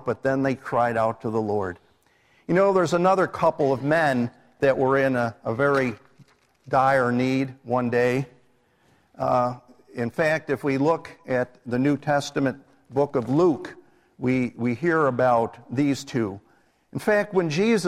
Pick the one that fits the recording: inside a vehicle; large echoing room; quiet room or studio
large echoing room